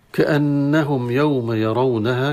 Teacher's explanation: كأنهم مشددة النون فيها الغنة، والميم تظهر عند الياء في كلمة كأنهم يوم